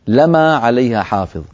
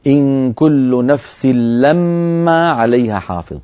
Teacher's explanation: وورش رحمه الله روى لنا إن كل نفس لما عليها حافظ بفتح الميم من غير تشديد · Shown in: first take